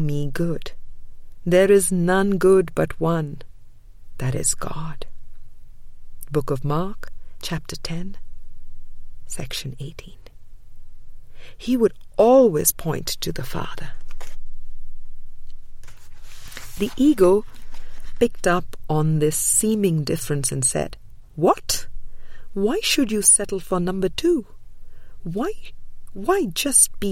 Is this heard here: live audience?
no